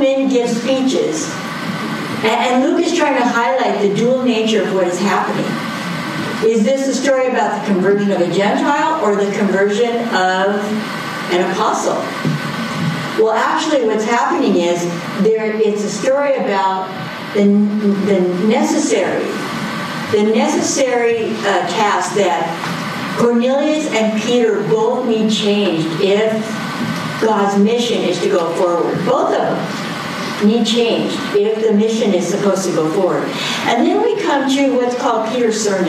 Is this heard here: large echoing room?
yes